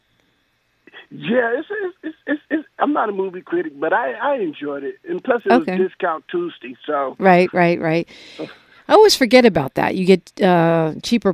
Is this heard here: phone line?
yes